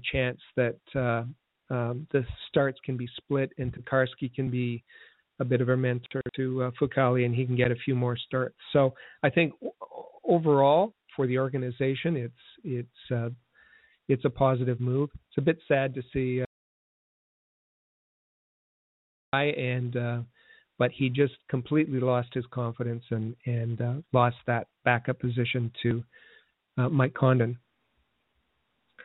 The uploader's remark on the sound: we take your phone calls